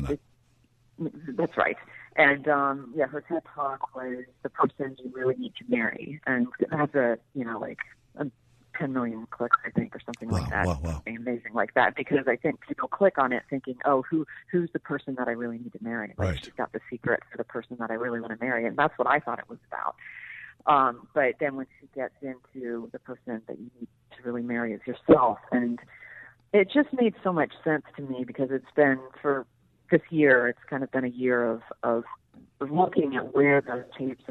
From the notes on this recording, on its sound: goes to the phones